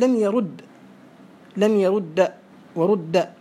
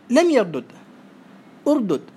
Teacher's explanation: فلغة التميميين الإدغام، ولغة الحجازيين الفك، وهي الأكثر